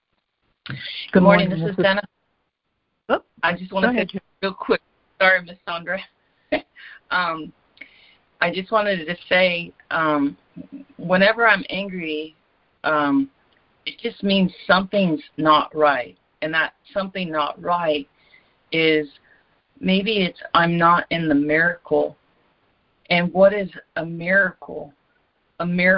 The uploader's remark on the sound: ACIM Daily Conference Call.